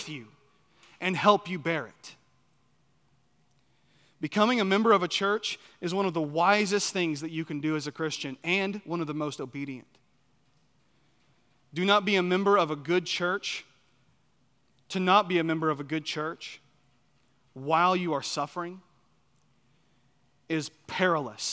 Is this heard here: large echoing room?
yes